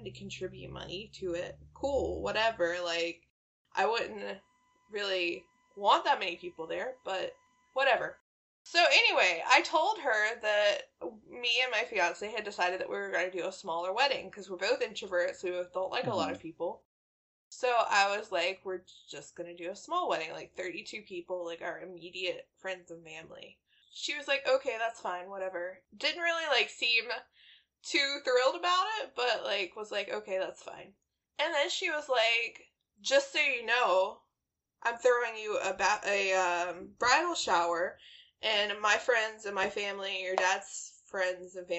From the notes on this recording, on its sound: We are plagued by audio issues so forgive the fact this one sounds like garbage!